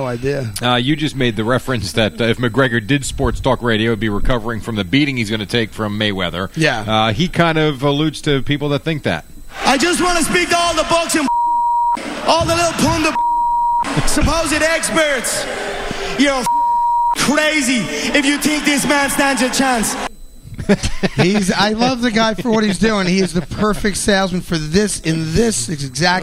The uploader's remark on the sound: Live from the Mohegan Sun.